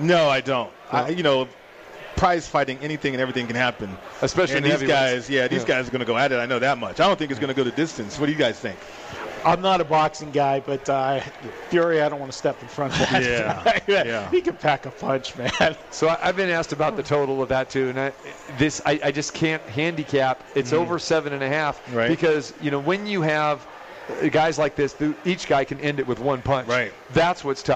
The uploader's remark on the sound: Live From The Cosmopolitan of Las Vegas.